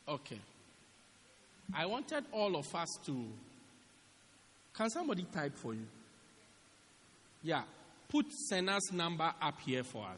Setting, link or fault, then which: setting, large echoing room